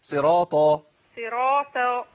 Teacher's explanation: وطرف اللسان يعني يلامس في منتهى الاسنان اصول الثنايا